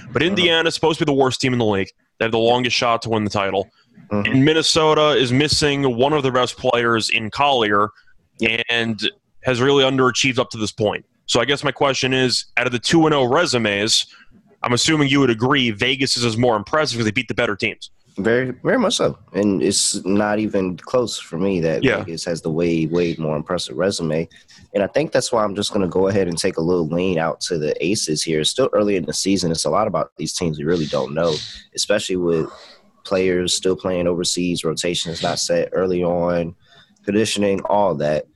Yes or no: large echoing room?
no